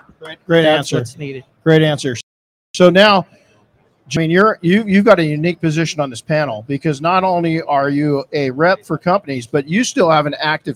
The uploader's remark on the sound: This episode was recorded live in the P&S Detail Products booth at SEMA 2022.